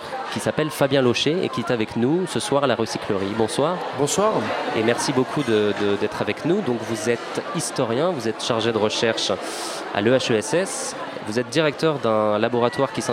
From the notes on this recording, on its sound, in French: Cette émission a été enregistrée en public à la REcyclerie dans le cadre des initiatives de Radio Campus France pour la COP21.